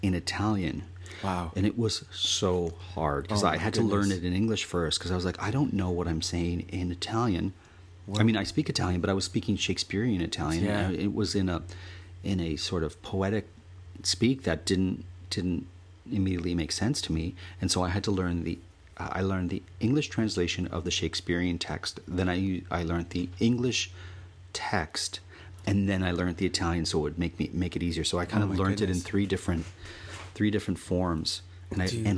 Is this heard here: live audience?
no